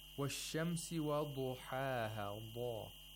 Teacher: The ضَاد is pronounced from the correct place of articulation, which is the side of the tongue and the upper molar and wisdom teeth of that side. And we have to consider the characteristic istitala.